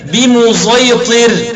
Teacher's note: وقرأ خلف بإشمام الصاد صوت الزاي قولا واحدا